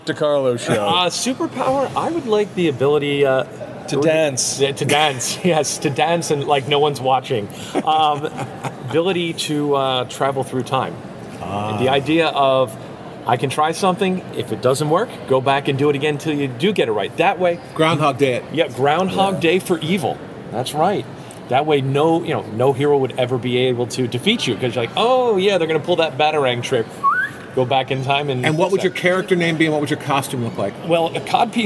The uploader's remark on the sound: LIVE from the 2013 San Diego Comic-Con. They take in the sights and sounds and catch interviews.